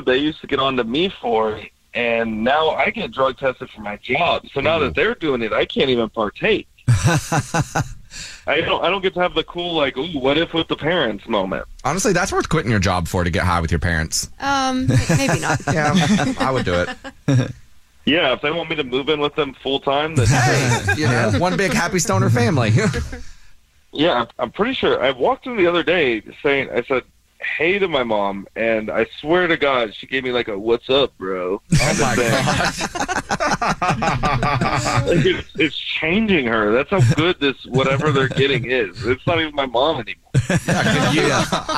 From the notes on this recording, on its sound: we have a listener on the phone